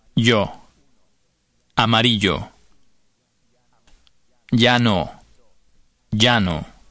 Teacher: In most parts of Spain and in much of Latin America, the sound lieu is being replaced by the sound y. For this reason, the listener cannot always tell just by listening if a word is spelled with a Y or a double L.